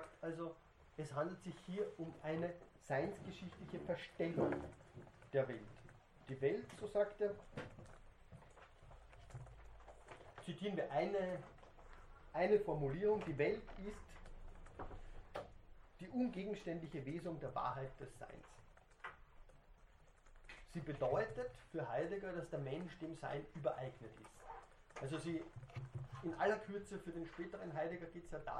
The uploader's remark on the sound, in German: Diese Vorlesung wurde von Studierenden der Uni Wien aufgezeichnet